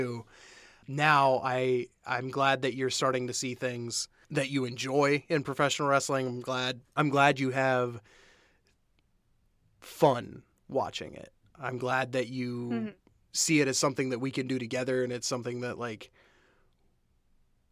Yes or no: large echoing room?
no